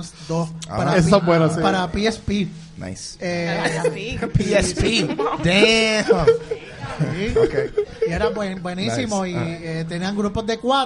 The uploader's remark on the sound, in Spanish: El cual fue grabado ¡EN VIVO! Desde la tienda The Bookmark en San Patricio Plaza.